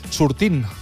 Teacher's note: Sortint, doncs aquesta T que s'escriu doncs no es pronuncia · Term: T final dels gerundis